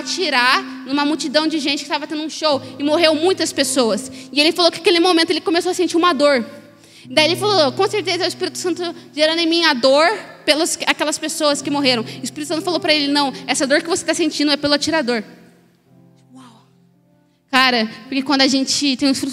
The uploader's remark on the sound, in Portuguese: Mensagem ministrada ao vivo